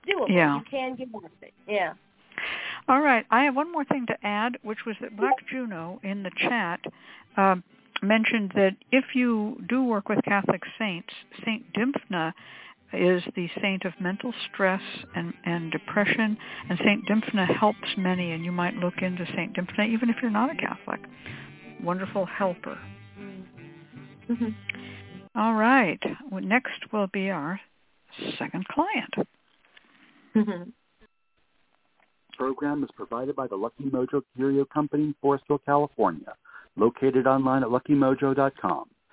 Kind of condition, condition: link, phone line